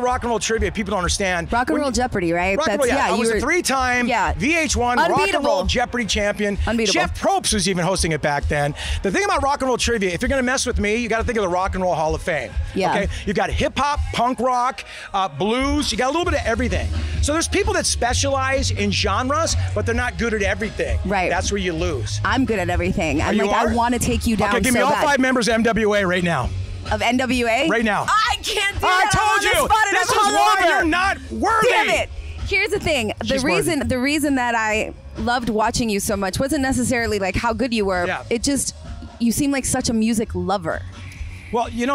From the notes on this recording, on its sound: at the Beachlife Festival